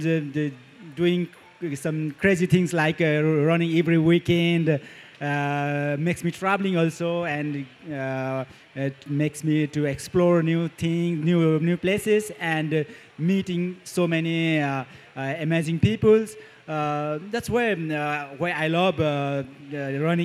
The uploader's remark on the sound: VMM 2023 - Pre Race Interviews. We are joined on stage at VMM.